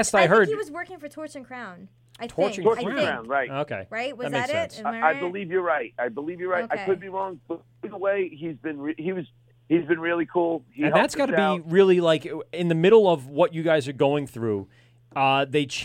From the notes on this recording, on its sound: Neck of the Woods Brewery calls. Into the studio.